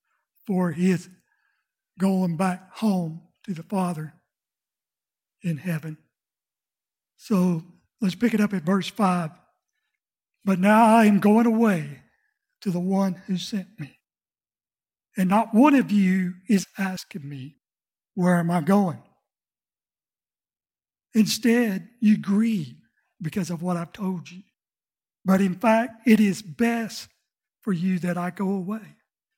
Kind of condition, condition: setting, large echoing room